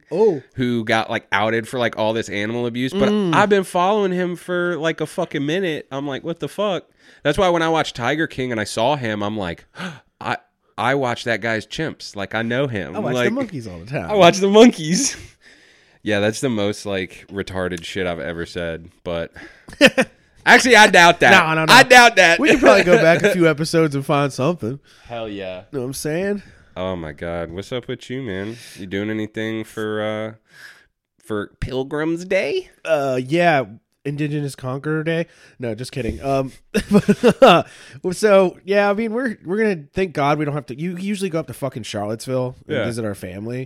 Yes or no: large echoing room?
no